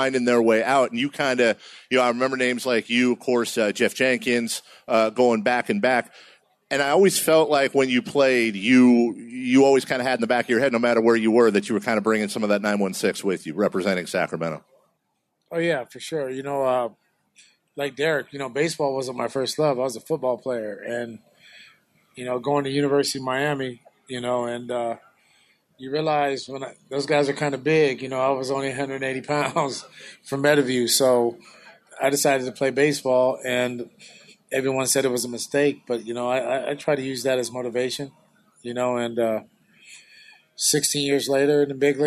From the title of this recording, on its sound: Live At Sports Fest